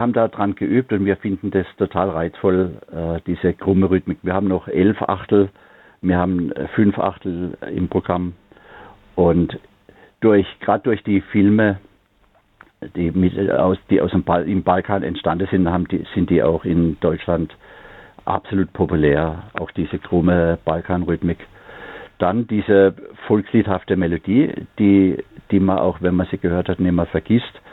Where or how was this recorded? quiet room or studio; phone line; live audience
phone line